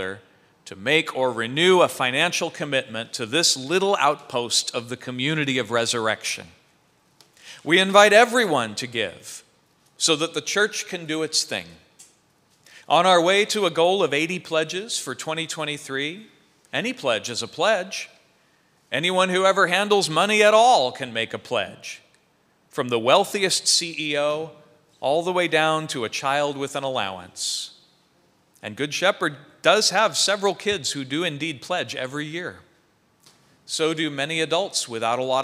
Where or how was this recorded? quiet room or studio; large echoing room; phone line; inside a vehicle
large echoing room